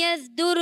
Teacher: ماشاءاللہ آپ نے بھی بہت اچھی کوشش کی، لیکن بیٹا یہ اس بات پر توجہ رکھنی ہے کہ سواد میں سیٹی کی آواز آئے گی